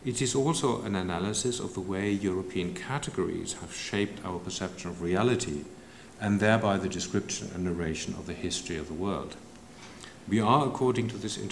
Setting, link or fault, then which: setting, large echoing room